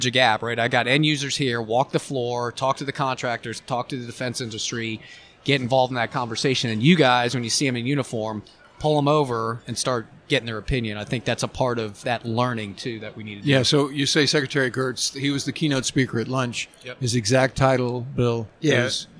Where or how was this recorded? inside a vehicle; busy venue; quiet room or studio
busy venue